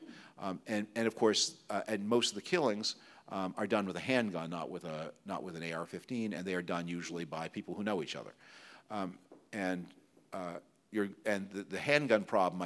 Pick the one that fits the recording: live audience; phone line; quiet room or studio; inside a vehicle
live audience